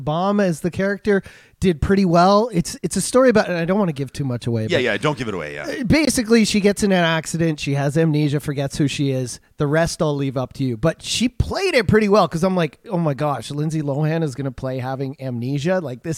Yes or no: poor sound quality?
no